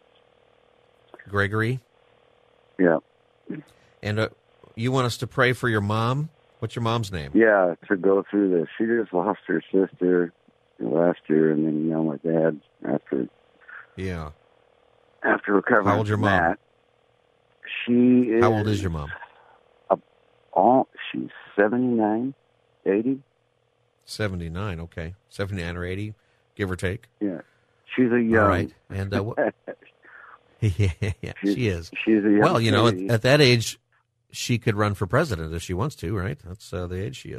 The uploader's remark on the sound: Open Phone Friday where listeners can call in on any topic